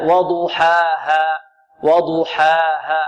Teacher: نحترز من إمالة الألف وإمالة الكسرة التي على الحاء